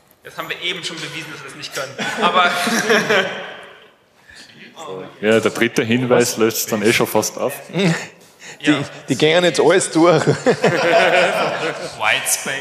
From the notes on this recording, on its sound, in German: (glt18). Zwei Teams aus dem Publikum treten gegeneinander.